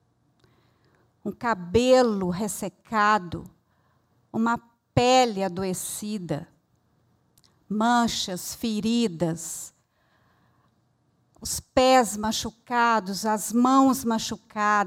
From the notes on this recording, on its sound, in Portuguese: Este episódio foi gravado ao vivo no Centro Cultural da Usiminas. Na cidade de Ipatinga.